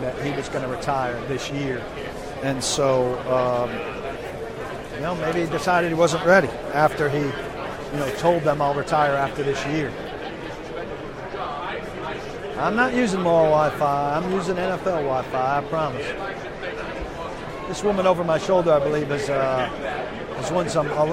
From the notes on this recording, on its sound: Live from Super Bowl LII. Live from Radio Row at the Super Bowl.